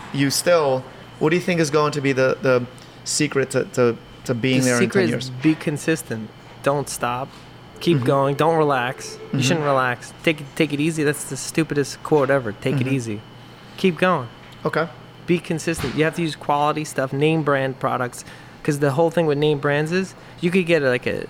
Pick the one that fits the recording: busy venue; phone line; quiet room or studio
busy venue